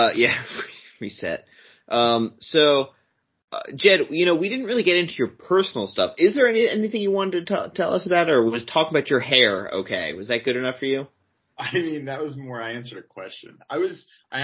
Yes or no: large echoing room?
no